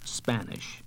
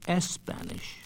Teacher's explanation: Many people whose first language is Spanish tend to say Espanish · Shown in: second take